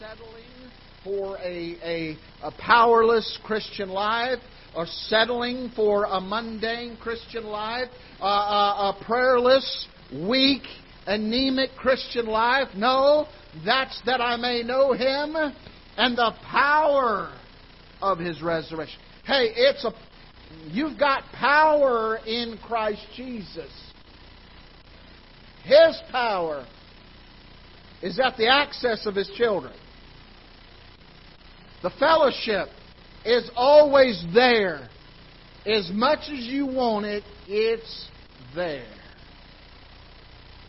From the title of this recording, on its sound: Ketha Heights Baptist Church ~ Live Broadcast